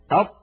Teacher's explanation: كما أن الطاء حرف شديد، يعني لا يجري معه الصوت، لأنه من حروف أجد قط بكت، أجد قط بكت، فالطاء لا يجري معها لا نفس ولا صوت. أط، جربوا هكذا أط، تجدون بأن المخرج ينقفل انقفالا تاما.